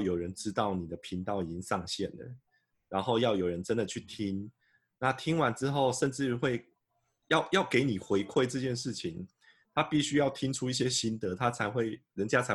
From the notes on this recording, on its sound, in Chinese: 本節目用Zoom錄製，我現在人在台中跨界共生公寓～。